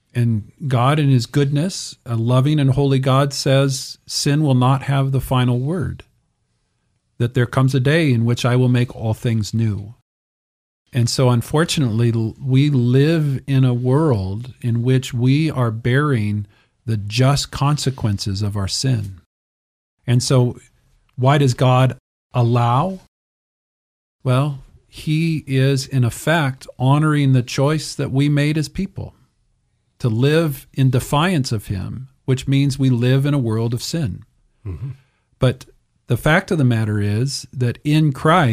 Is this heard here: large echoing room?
no